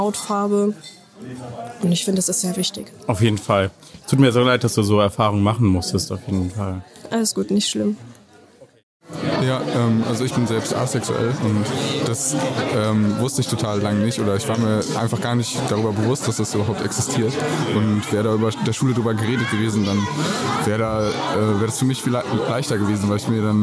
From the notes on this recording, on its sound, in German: Spezial Folge vom Demokratie Tag. Demokratietag in Ingelheim aufgenommen. Aus einer bunten Auswahl an Fragen konntest du an unserem Stand eine auswählen. Wir haben mit dir darüber diskutiert und kurze Statements aufgenommen.